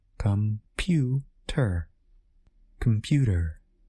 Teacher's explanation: In our example about the word computer, the stress is on the middle part of the word